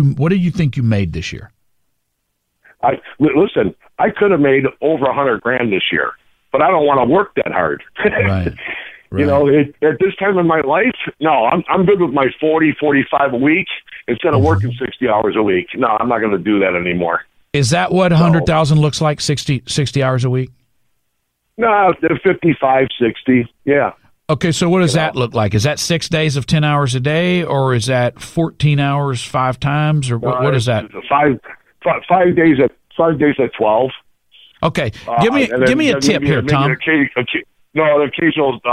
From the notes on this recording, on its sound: From NewsRadio 740 KTRH in Houston, welcomed more of your Open Line Friday calls as 2021 ticked down to midnight.